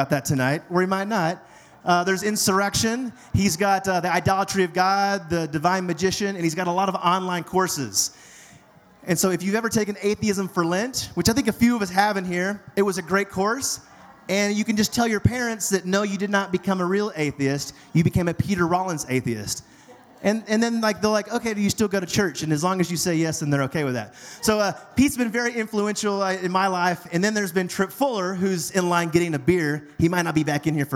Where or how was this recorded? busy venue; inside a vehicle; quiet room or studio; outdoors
busy venue